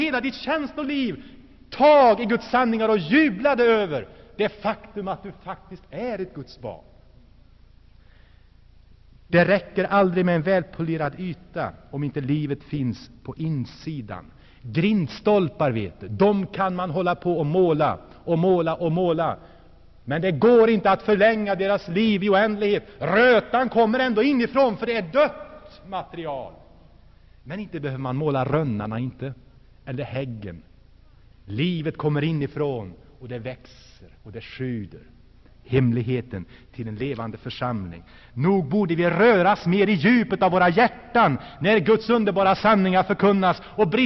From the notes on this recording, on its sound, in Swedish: Inspelad i Saronkyrkan, G&#246;teborg 1984-11-18.